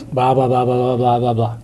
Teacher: the thing that makes his voice do that is his voice drops at the end of the sentence. It's metronomic. It goes blah, blah, blah, blah, blah, blah, blah, blah.